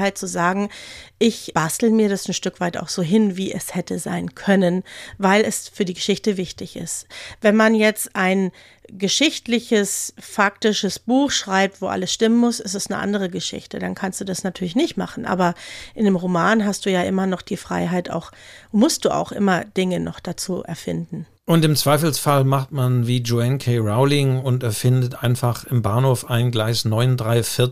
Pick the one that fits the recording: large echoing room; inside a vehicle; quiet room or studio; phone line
quiet room or studio